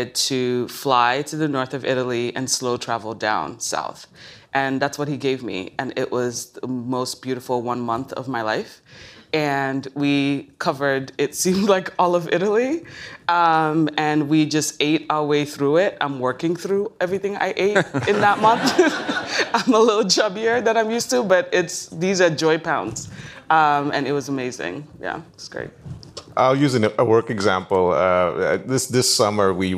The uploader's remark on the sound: Deloitte University Next Generation Academy. This conversation with these two accomplished marketers was recorded in front of an audience at the 2022 Deloitte University's Next Generation Academy in Westlake, Texas.